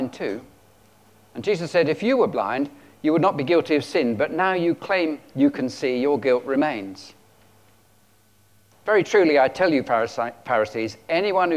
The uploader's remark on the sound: At King's Church, Cockermouth, as an audio file.